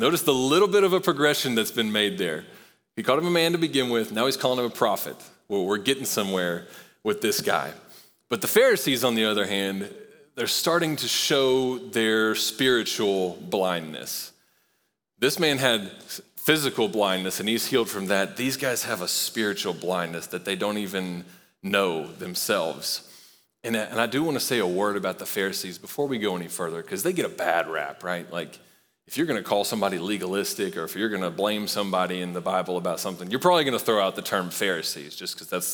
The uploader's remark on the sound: Recorded live at Long Hollow Church.